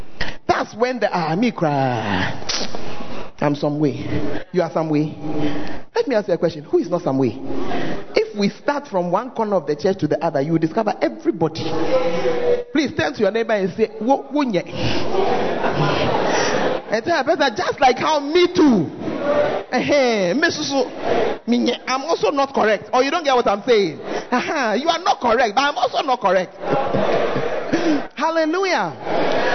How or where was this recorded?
large echoing room